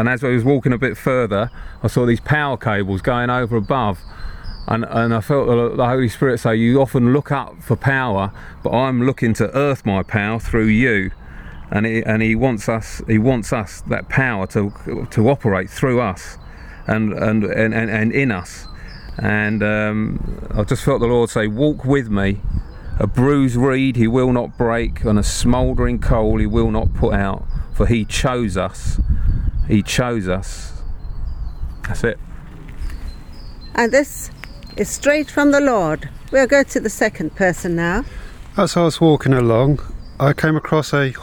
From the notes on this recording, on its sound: A practical session, recorded in the countryside.